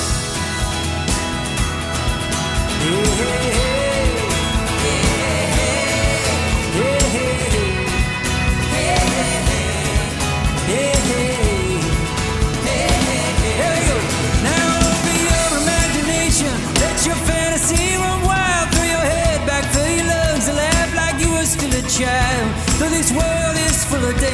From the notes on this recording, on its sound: Recorded live. At the Peace Center's Gunter Theatre in Greenville, SC.